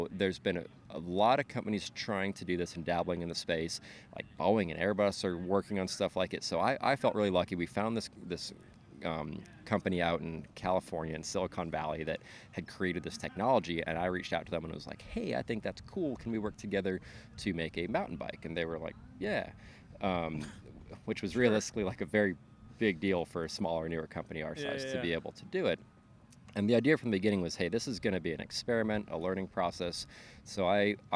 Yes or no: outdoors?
yes